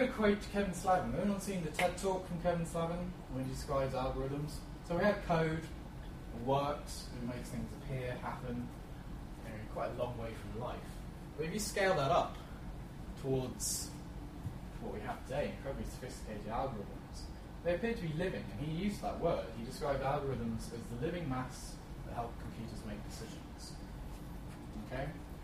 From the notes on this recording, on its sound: Friday lunchtime lectures at the Open Data Institute